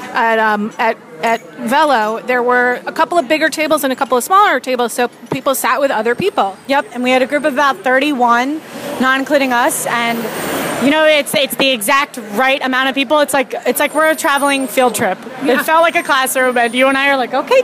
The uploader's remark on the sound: Lead a group of lohud readers on a four-course walking feast through downtown Nyack. The lohudfood crawl stopped at 8 North Broadway, Velo Bistro Wine Bar, Wasabi and Patisserie Didier Dumas.